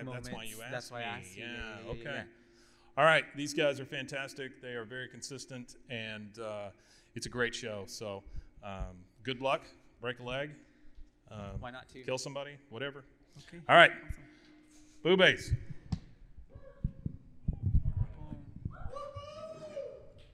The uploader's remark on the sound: coming to you LIVE from RogueCon'23!